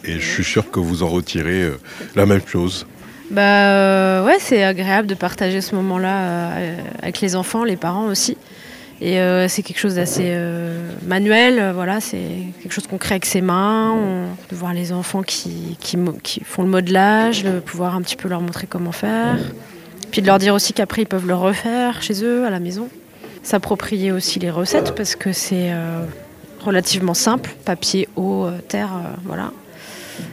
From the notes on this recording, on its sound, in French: Était sur les radios de la FRAMA en direct du salon du livre dimanche 2 octobre 2022 à l’occasion d’un atelier modelage dispensé aux enfants du Mans.